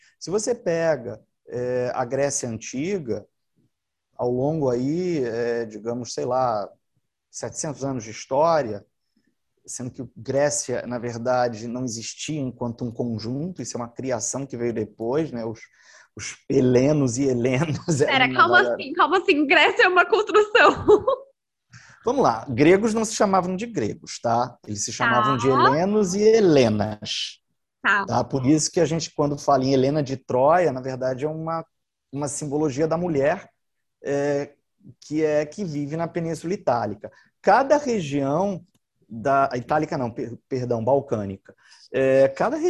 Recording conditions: video call